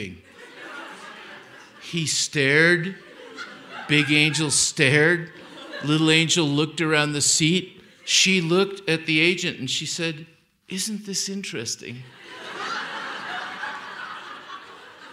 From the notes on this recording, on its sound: Held on stage in Aspen, Colorado as part of an Aspen Words lecture series. Aspen Words is the literary program of the Aspen Institute.